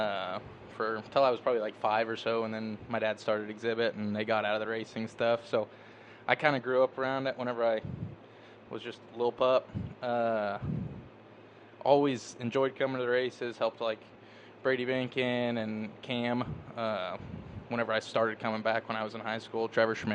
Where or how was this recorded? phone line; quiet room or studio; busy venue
busy venue